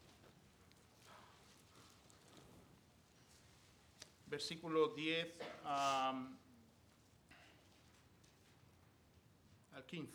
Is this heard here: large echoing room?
yes